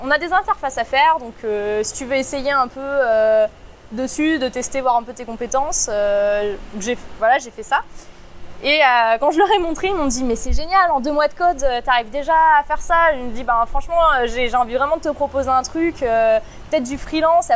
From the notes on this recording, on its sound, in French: Désolé d'avance pour la qualité son, capté en extérieur lors de la conférence BestOfWeb Paris.